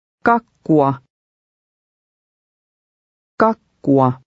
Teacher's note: Notice the U-A at the end of the word. They are pronounced as two distinct letters.